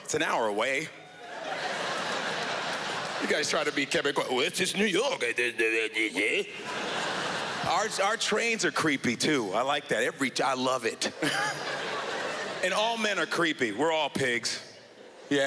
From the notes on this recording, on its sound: standup at the Just For Laughs Montreal Comedy Festival 2012